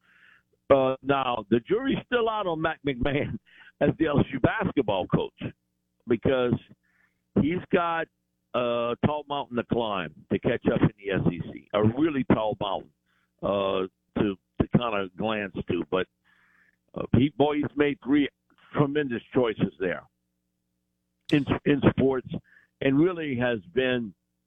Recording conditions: phone line